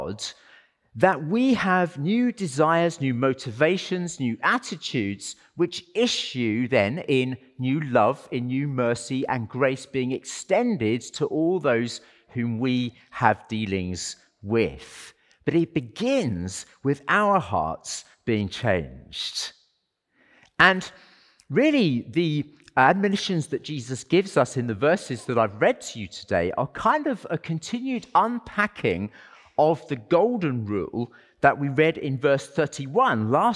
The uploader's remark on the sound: as part of our Sunday worship service